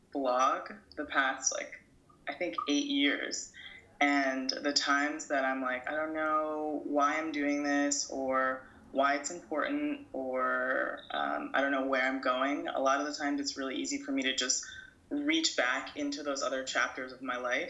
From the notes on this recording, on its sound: This episode was recorded over Skype.